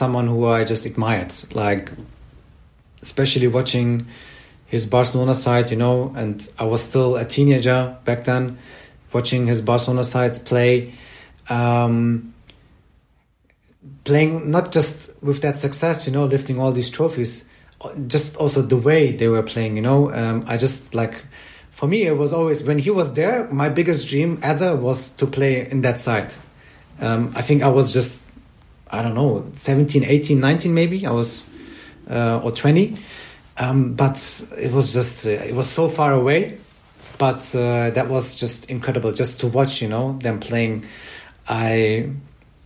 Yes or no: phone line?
no